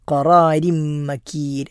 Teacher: റായിന് കെസർ വരുമ്പോൾ താഴെ കെസർ തൻവീനാകട്ടെ തൻവീനില്ലാത്തതാകട്ടെ, എപ്പോഴൊക്കെ റായിന് കസർ വരുന്നുണ്ടോ അപ്പോഴെല്ലാം തർക്കീഖ് അഥവാ സ്വരം കുറച്ച് എളുപ്പത്തിലാണ് അത് ഓതേണ്ടത്